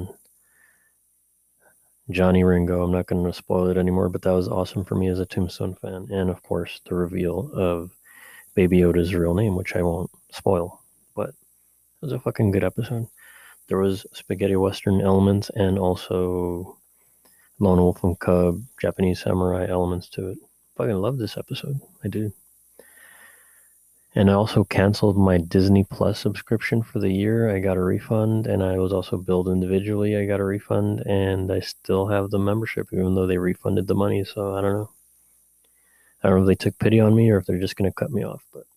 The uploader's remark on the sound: I have to apologize in advance for the mysterious and slight hum in the mic during the episode. The background noise is from the neighborhood.